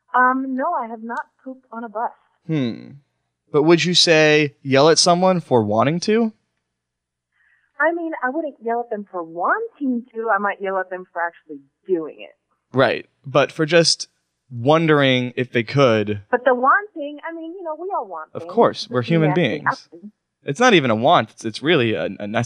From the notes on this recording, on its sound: call-in episode!